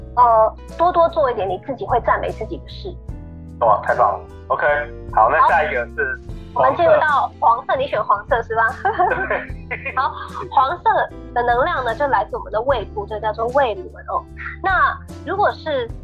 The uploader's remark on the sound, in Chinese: 本集節目採用遠端錄音，音質不佳請見諒